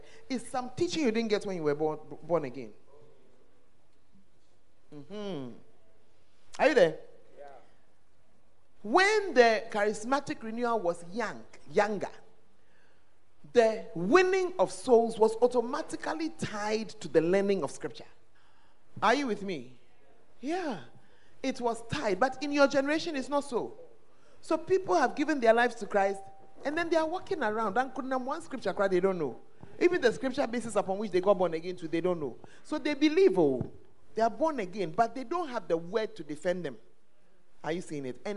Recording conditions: live audience